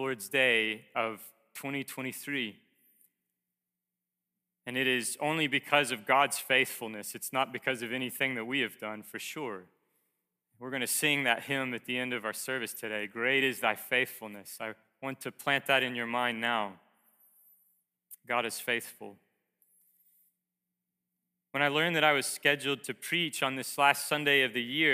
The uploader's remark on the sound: Preached to Heritage Bible Chapel in Princeton, MA.